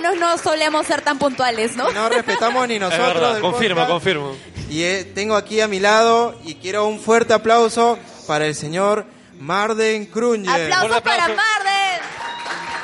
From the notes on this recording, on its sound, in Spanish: Este episodio fue el sueño hecho realidad de crear un podcast-concierto que quedará marcado por ser el primero en grabarse en Perú.